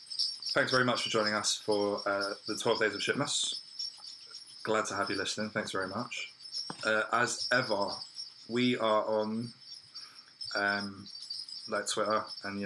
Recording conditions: poor sound quality